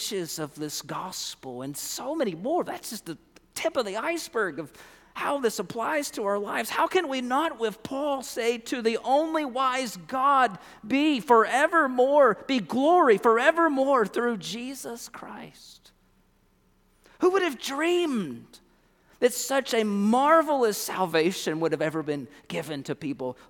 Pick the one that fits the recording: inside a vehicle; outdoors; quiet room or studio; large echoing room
large echoing room